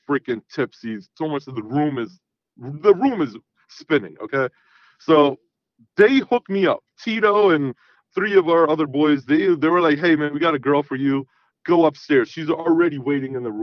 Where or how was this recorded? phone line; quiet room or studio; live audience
phone line